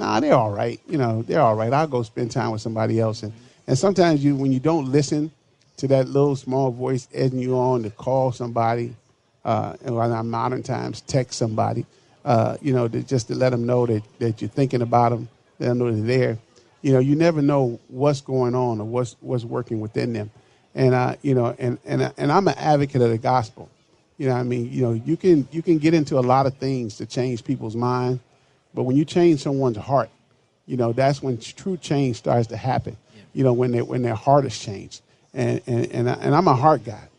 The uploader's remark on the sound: Live from the MN State Fair